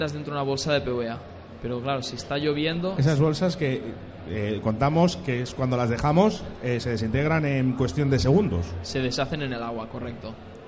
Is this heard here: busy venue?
yes